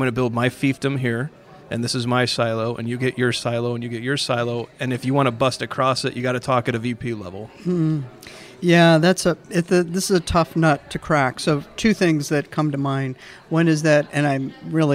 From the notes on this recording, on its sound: at The Path to Agility Conference